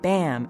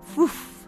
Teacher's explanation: You can feel the difference yourself by making the sounds bam and foof. The sharp burst of air following the B sound of bam will make a sharper, more percussive noise than the more gradual escape of foof.